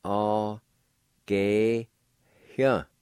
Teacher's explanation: In the last part, right before the Y, there's a faint H sound